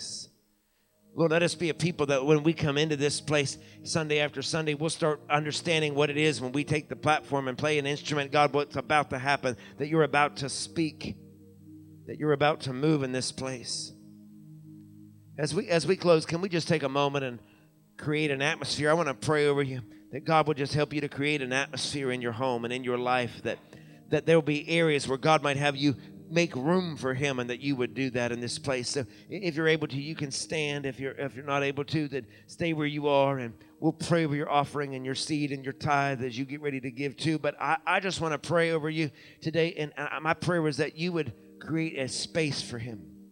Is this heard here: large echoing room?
yes